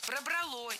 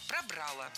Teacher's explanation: окончание в спорных случаях должно быть безударным, поэтому переносим его на второй слог · Shown in: second take